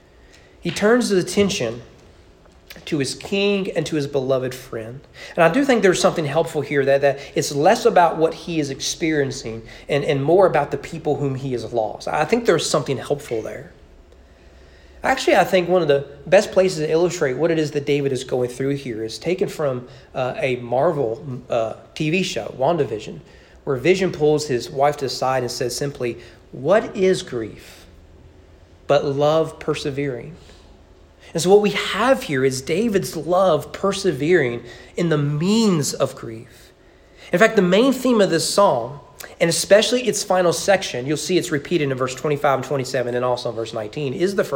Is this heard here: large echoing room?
yes